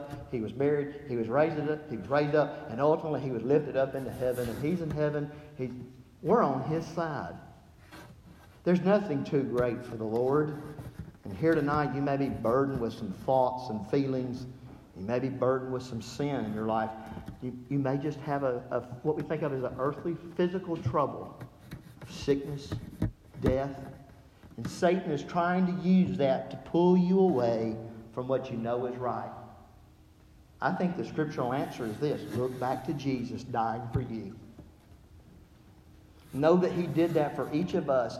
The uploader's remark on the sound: I preached this at the Dexter church of Christ in Dexter, MO. Warning the audio quality is not top notch.